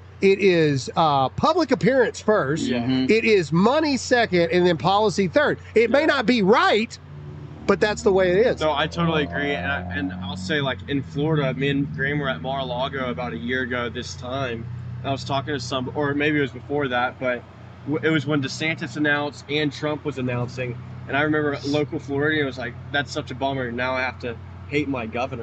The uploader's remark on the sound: LIVE FROM DEBATE STAGE. We're LIVE from Tuscaloosa for the 2nd place debates!